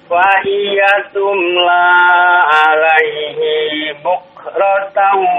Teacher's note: Bukrotaw idhom bi gunnah. Tahan dua harokat.